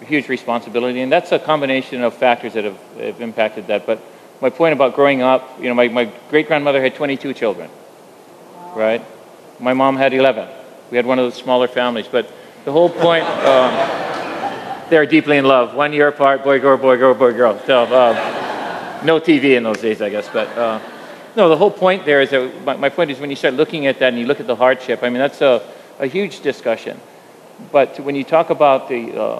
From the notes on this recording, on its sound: At the Kaka‘ako Agora in Honolulu, a panel